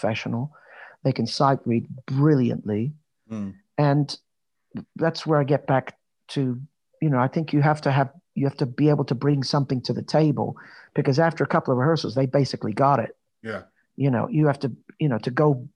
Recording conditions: video call